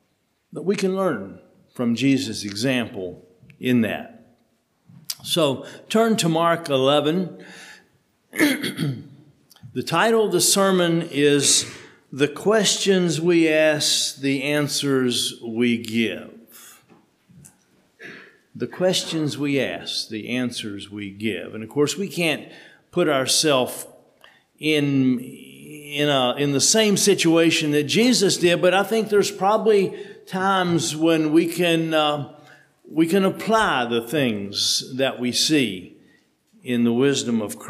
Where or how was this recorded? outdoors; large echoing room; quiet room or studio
large echoing room